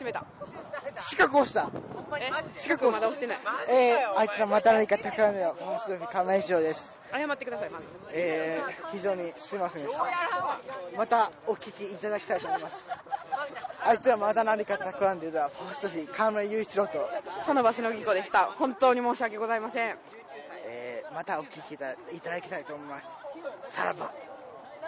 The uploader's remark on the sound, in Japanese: BBQ大会で酔いつつ。淀川河川敷でバーベキューをした一行。音量は収録中に危惧しているよりかは、なんとかというレベルまで抑えることに成功しました。